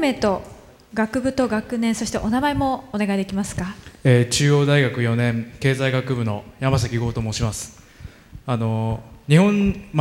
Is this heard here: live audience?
yes